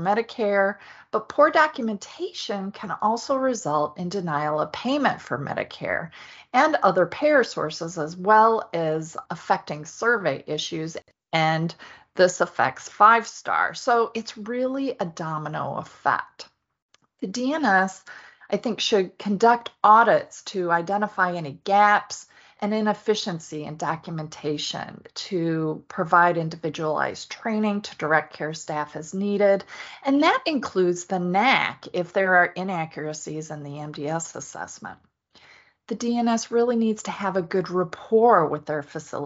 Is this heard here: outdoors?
no